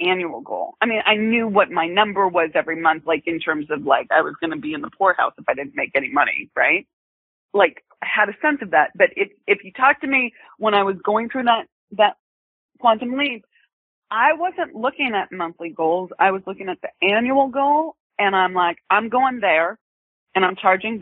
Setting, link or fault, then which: link, phone line